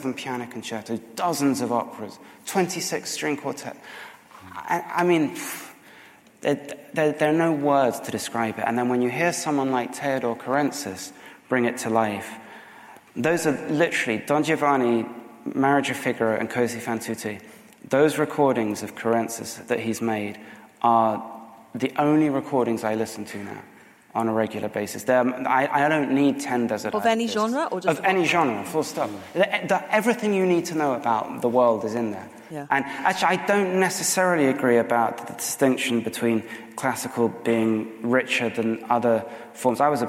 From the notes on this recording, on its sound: This event was recorded on the 31st of January 2018, at Cadogan Hall in London.